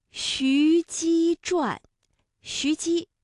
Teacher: 徐姬，一个西，一个姬，这都是舌面音连读